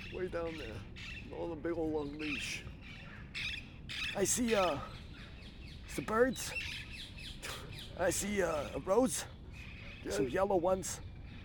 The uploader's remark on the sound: While sitting on a bench in Amsterdam. Pardon the outdoor noise on this outdoor episode.